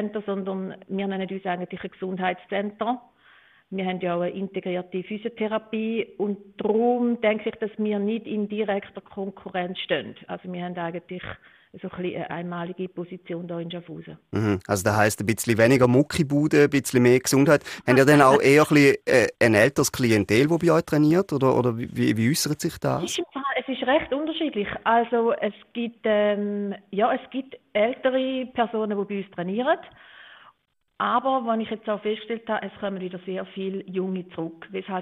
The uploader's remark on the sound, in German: Wir haben morgens um 8 Uhr mir ihr gesprochen. Im Telefoninterview.